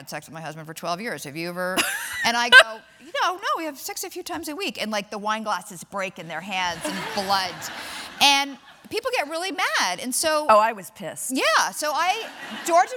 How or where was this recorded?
live audience